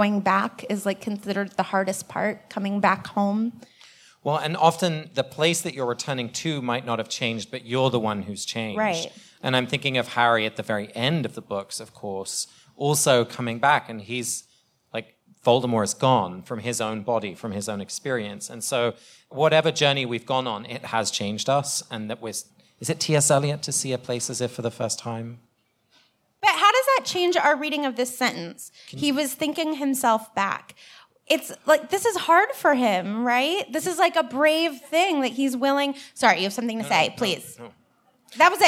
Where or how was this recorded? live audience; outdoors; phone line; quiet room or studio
live audience